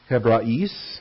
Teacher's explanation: it's not the alpha iota diphthong, but that it is a separate vowel that you would pronounce separately, Hebrais. And then extended out to Hebraisti, likewise with the diaresis over that iota, Hebrais and Hebraisti.